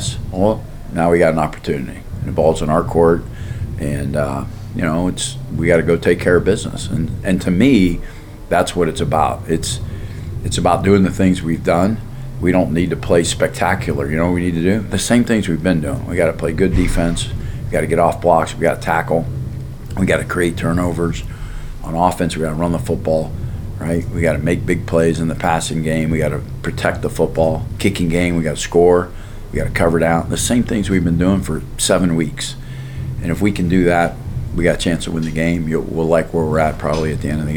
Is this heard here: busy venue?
yes